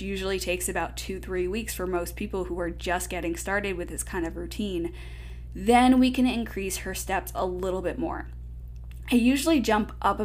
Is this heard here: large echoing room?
no